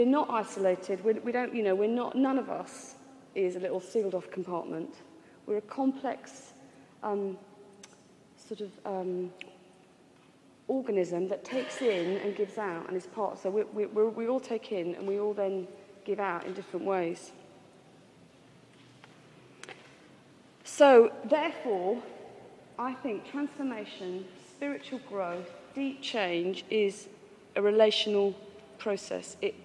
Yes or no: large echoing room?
yes